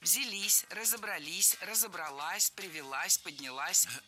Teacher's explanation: Ударение падает на последний слог, поближе к части «с».